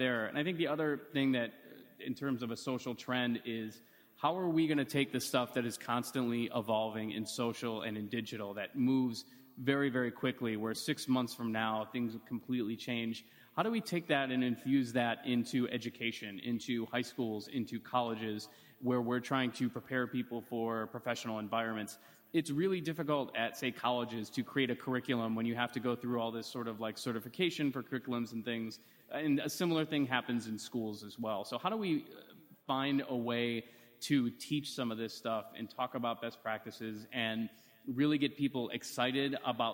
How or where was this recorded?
busy venue